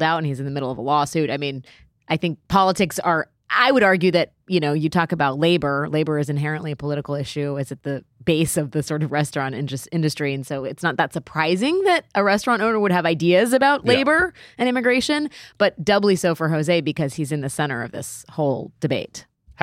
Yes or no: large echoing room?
no